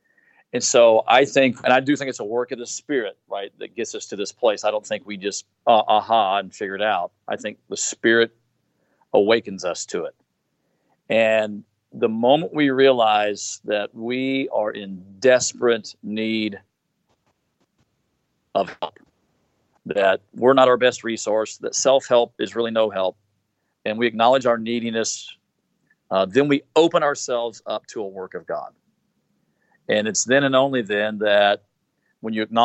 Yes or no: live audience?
no